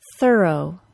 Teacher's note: The schwa plus R sound goes directly from the consonant sound into the R sound. Notice how I go directly from the unvoiced TH to the R sound in the word thorough. Thorough. The first syllable of that word has no distinguishable vowel sound.